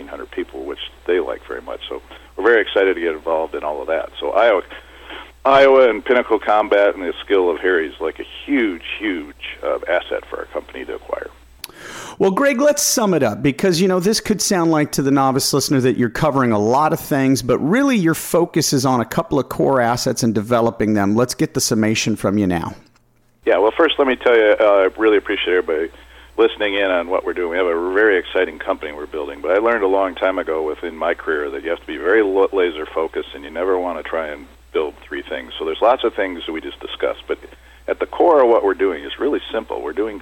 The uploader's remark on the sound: called into SmallCapVoice